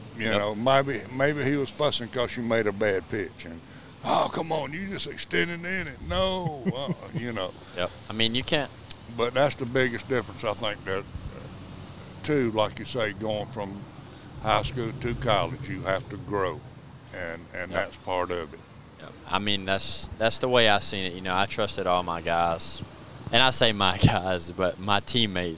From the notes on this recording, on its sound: The guys are at the Festival of Discovery in uptown Greenwood for todays podcast.